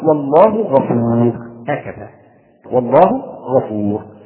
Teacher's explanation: ثم الفرق الرابع وصلا لا وقفا، وصلا لا وقفا، فالتنوين يثبت حال الوصل فقط، أما حال الوقف فلا يثبت، لأنك تقول والله غفور رحيم، إذا وقفت عن غفور لن تقول تنوينا ولن تنطق بتنوين